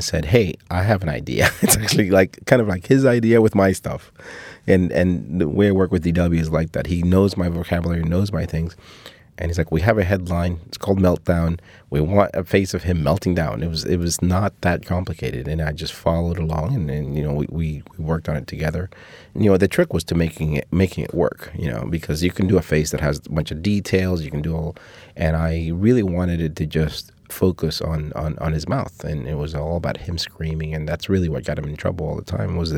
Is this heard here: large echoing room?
no